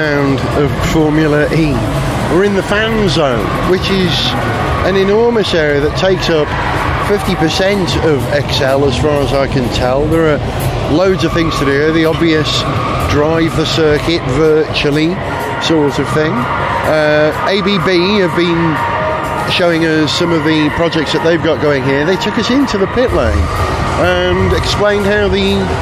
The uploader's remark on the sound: Attend the 2023 London ePrix in Excel, Docklands. We capture the sound of the cars, the crowd reaction and the atmosphere in the Fan Zone.